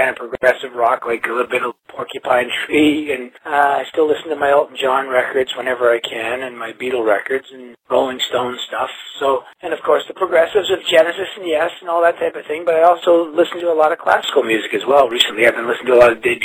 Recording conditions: phone line